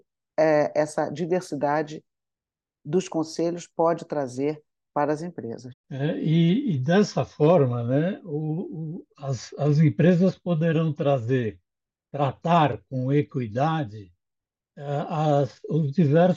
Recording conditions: video call